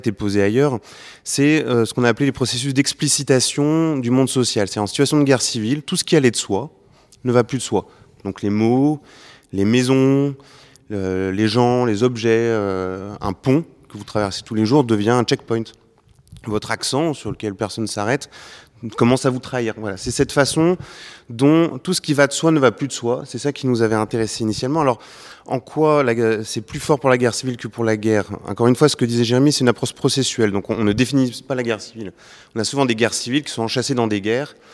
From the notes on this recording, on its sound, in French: Emission enregistrée à la BIS (Bibliothèque de la Sorbonne, salle Jacqueline de Romilly) le 29 mars 2023 dans le cadre des “Nocturnes de l’histoire”